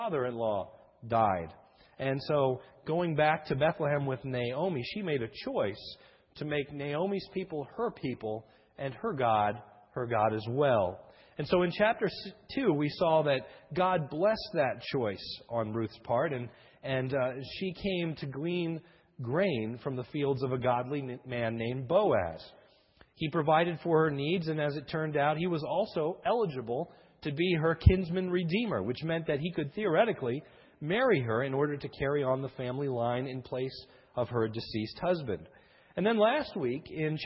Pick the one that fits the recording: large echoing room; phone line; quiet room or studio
large echoing room